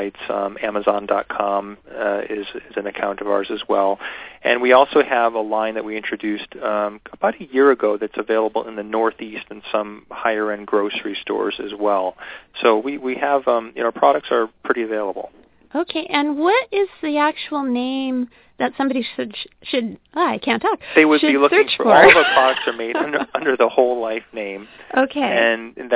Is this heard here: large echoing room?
no